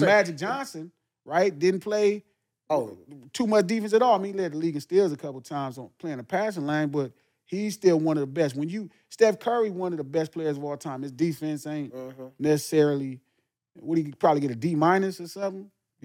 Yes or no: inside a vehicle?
no